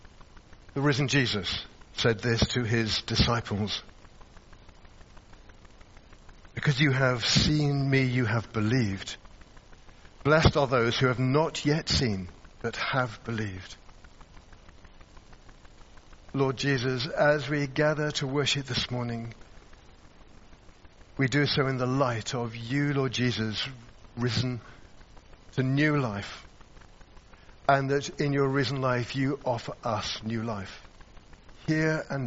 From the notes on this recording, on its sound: Recorded at the 10:30 service on Sunday 16th April 2023 at St Andrew’s Church, Malvern.